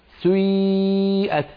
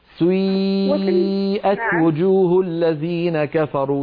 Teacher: تبدأين بضمة ثم تتبعينها بكسرة بعدها ياء خالصة